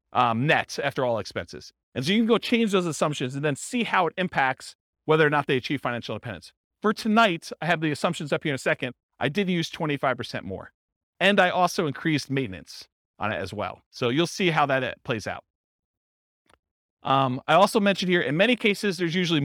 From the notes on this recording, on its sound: This was a live class recorded